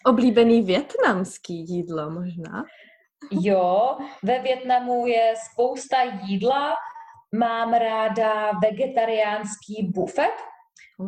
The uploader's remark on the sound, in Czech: Rozhovor jsme nahrály přes ZOOM